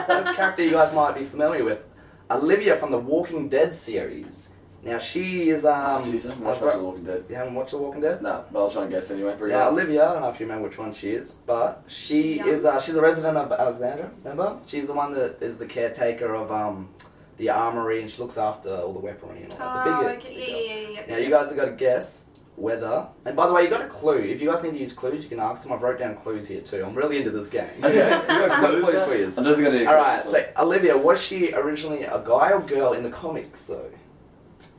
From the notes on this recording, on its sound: Unfortunately w lost the audio from the mic. We manage to salave the audio from the camera.